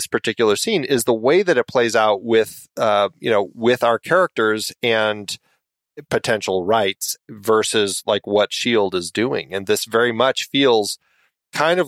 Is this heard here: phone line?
no